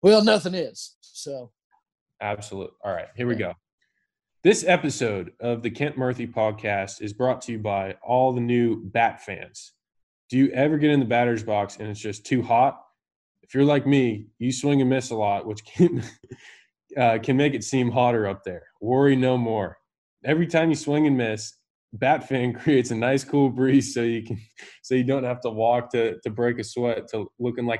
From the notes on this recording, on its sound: Zoom'd with one of the biggest names in MLB.